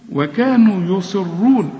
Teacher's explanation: الصاد هنا آخر درجات التفخيم